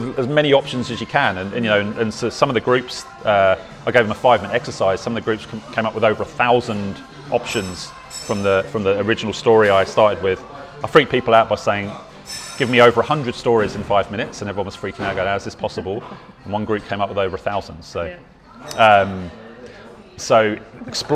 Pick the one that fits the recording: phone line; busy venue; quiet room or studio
busy venue